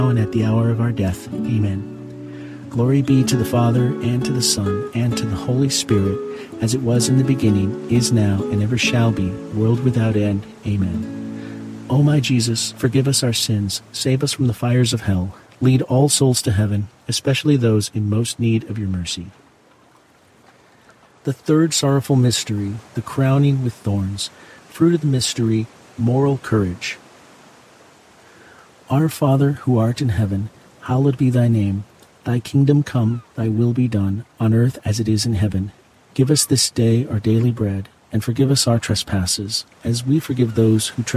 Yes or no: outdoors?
yes